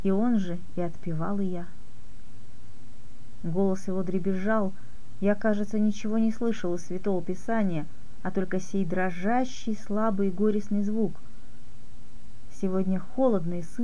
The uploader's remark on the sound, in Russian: В середине мой голос приобретает неприятный визгливый тон. Ну, вот, так что сами делайте выводы о том, на какой громкости прослушивать запись.